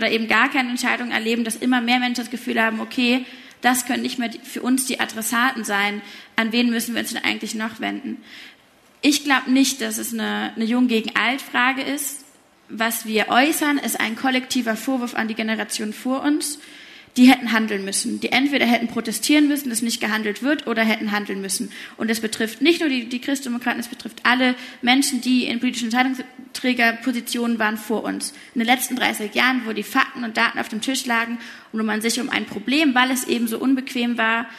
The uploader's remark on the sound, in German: Es wurde im Rahmen der Veranstaltungsreihe „Spiegel Live“ aufgezeichnet, Mitte Oktober auf der Frankfurter Buchmesse.